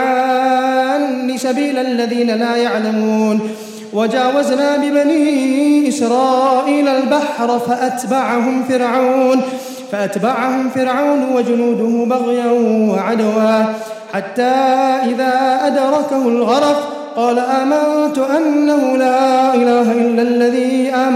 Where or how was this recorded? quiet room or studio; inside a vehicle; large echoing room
large echoing room